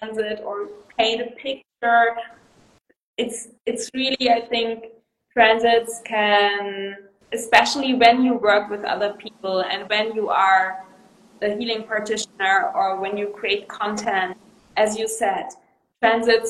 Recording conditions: video call